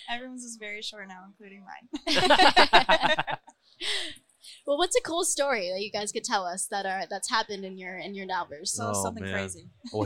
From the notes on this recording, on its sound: Recorded at MJUnpacked NYC